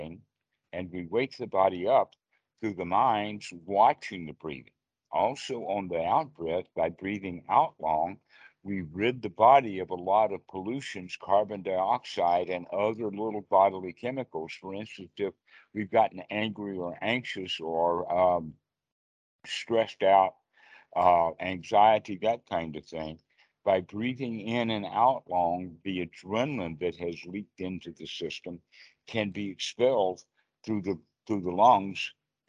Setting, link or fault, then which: link, video call